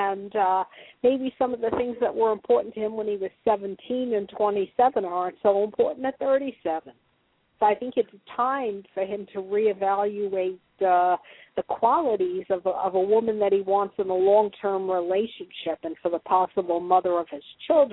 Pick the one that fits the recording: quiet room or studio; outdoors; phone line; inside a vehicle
phone line